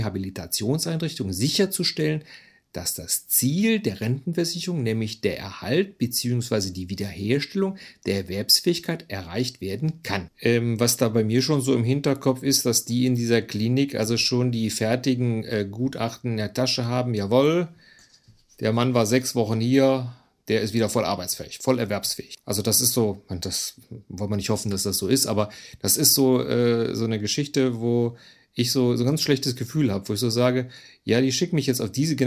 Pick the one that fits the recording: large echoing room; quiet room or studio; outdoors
quiet room or studio